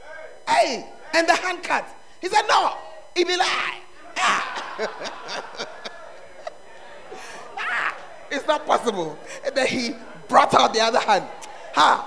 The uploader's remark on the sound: Preached At The Art Of Evangelism Conference